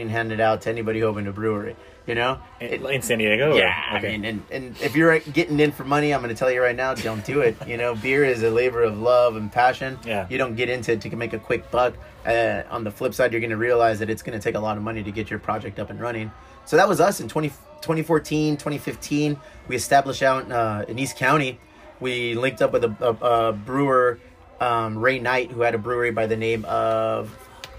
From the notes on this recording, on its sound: a conversation we did on location at his Chula Vista historic dive bar, The Elwood